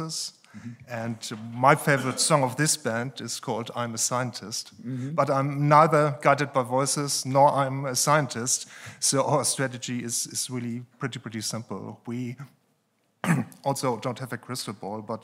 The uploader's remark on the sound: PANEL at the 3rd Annual German Maritime Forum, Hamburg, Germany. At the Radisson Blu Hotel in Hamburg, Germany.